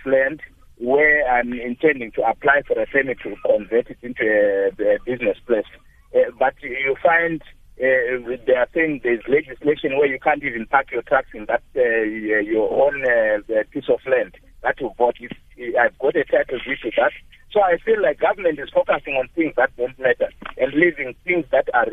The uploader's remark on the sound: Guest (phone)